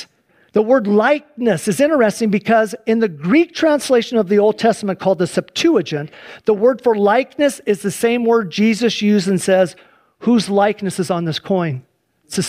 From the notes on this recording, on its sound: Please enjoy this Sunday church service livestream